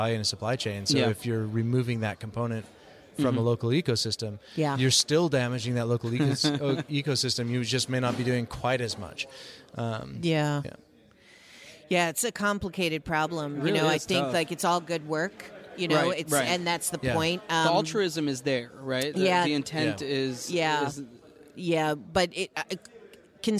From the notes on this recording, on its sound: At the 2017 WEAR Conference in San Francisco.